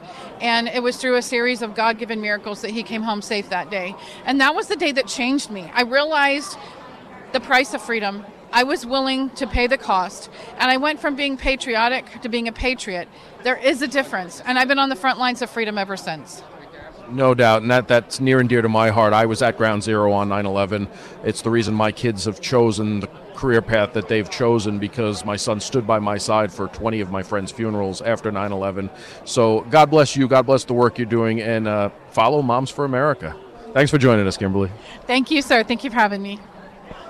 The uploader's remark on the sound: doing his show live at CPAC